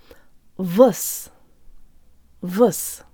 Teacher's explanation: The O sounds like a schwa.